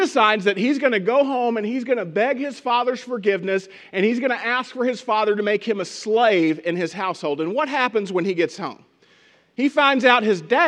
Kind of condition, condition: setting, large echoing room